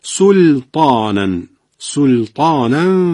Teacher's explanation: در این سلطانا هم دقت بفرمایید، سینو که خوب گفتیم، بعد لام رو حتما باید شما با ترقیق بگید، سلطان نگید، یعنی لام تحت تاثیر تا قرار نگیرد.